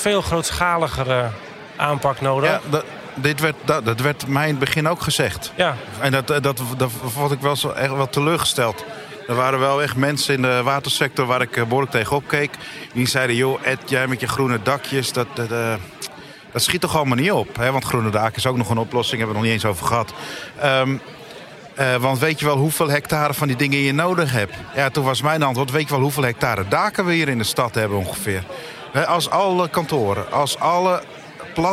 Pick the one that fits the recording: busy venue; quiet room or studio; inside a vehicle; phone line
busy venue